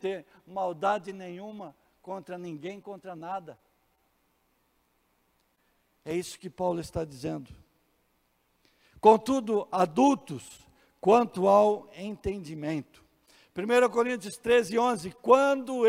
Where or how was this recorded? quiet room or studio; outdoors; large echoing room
large echoing room